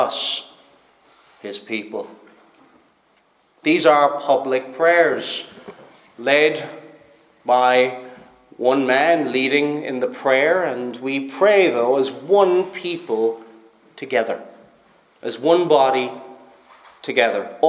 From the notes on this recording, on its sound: Preached at Stornoway Free Church -Continuing